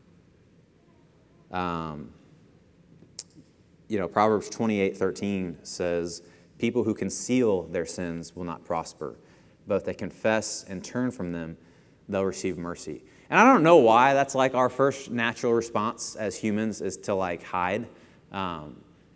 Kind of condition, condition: setting, large echoing room